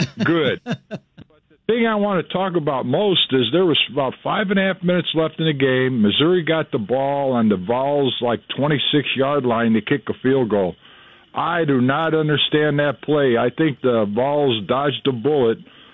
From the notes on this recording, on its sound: Taking your phone calls.